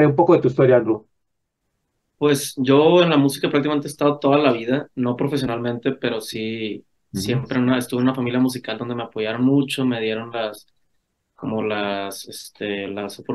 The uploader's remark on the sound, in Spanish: Charlamos vía zoom